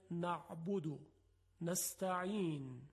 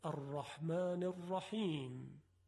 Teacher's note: عین مانند نعبدو، نستعین، و حا مانند الرحمن الرحیم. در این کلمات میبینیم که حرف عین و حا از وسط حلق تلفظ میشه